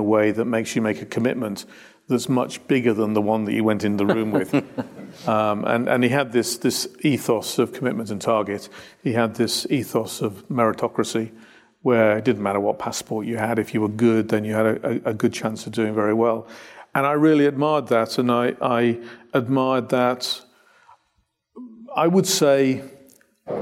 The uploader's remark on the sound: Recorded LIVE. A live audience at the Royal Automobile Club.